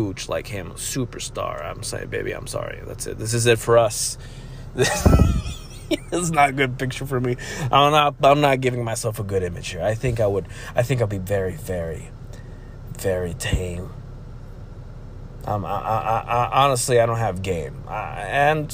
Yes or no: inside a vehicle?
yes